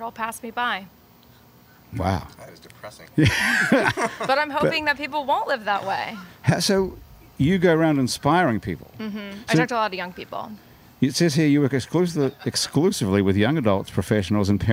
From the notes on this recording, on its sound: Now thousands of people are crammed into the club while our small crew gets to hang out in the sunny outdoors in the courtyard.